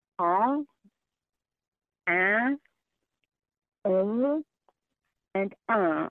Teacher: And now the French, they have all kinds of other vowels. They have the nasal vowels